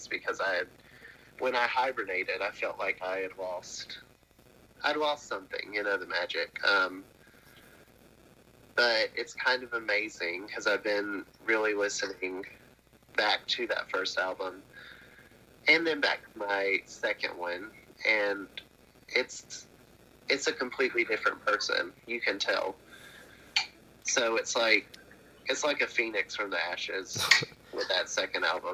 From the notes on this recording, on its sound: burnt the phone lines